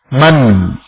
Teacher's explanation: Man, karena huruf nun adalah huruf yang gunnah. Apabila dia sukun, terjadi gunnah. Namun gunnahnya sangat sedikit. Derajat gunnah yang paling bawah.